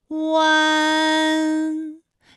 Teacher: 先从合口，然后最后变成了一个开口的状，然后最后尾音的时候呢，是要到达一个鼻腔，发出一个鼻音呢的状态